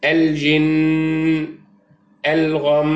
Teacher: الميم والنون المشددتان تغن كلتاهما بمقدار حركتين وقفا ووصلا · Term: حرف غنة